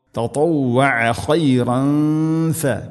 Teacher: ഇവിടെ തൻവീന് ശേഷം ഫ ഇഖ്ഫാ ബിഗുന്ന അവ്യക്തമാക്കി മണിക്കണം